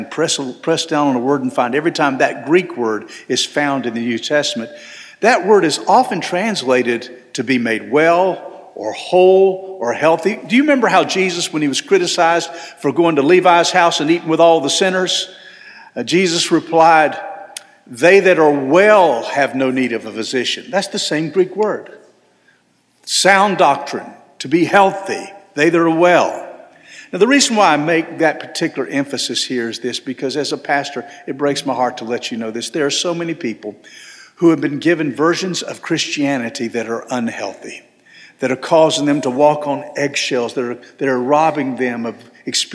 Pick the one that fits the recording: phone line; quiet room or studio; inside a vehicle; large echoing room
large echoing room